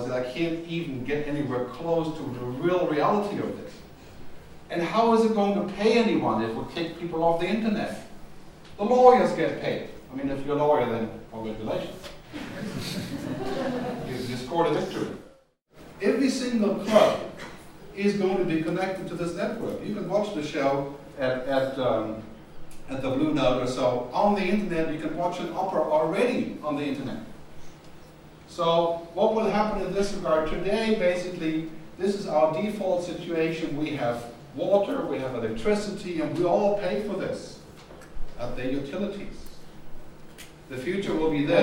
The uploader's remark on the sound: Presentation at the Contemporary Music Centre's conference 'The Future of Music in the Digital World', which took place at the Coach House, Dublin Castle on 11 June 2010.